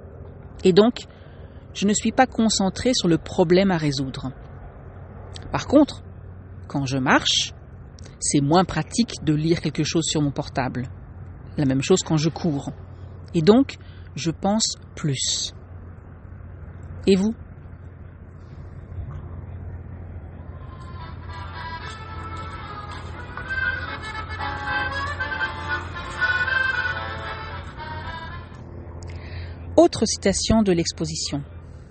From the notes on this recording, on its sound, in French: Cette semaine, un épisode un peu atypique, en direct du Québec, enregistré sur mon téléphone et à l'extérieur.